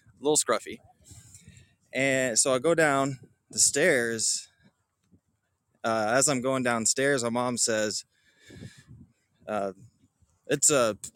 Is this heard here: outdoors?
yes